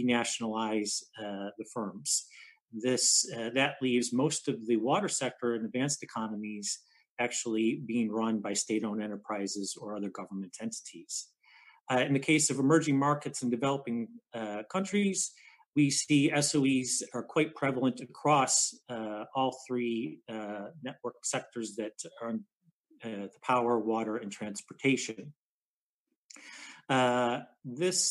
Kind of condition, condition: link, video call